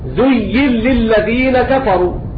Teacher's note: أضغمنا النون في اللام لأنها وقعت بعد متحرك